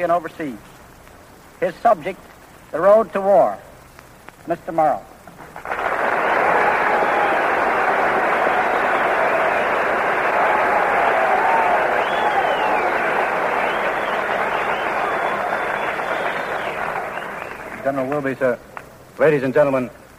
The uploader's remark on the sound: This series was produced by CBS and sponsored by the U.S. War Department and recorded live at military bases around the country.